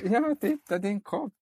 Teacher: Han går väldigt mycket högt upp i sin grundton. Så man märker att han pratar till ett barn.